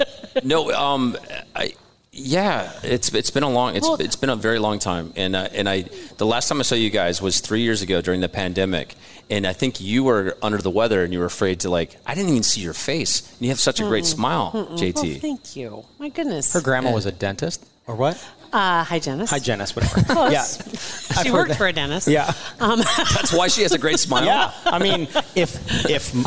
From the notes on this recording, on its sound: LIVE At Hail Varsity Club. Our LIVE podcast event was so much fun!